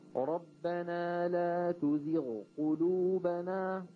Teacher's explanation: الغين لوحد والقاف لوحد وإن تقاربا. هذا ما ورد نهائيا إدغام الغين في القاف.